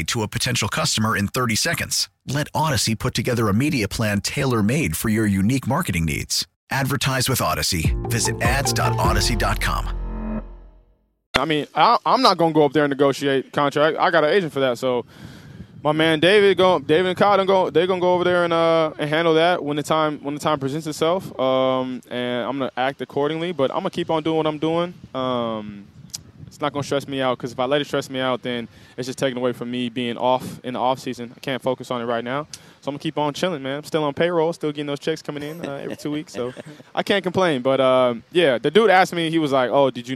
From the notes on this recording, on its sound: live from Hollywood Kia